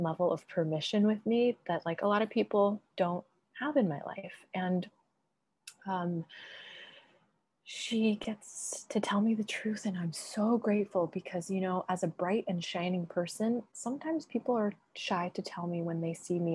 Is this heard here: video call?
yes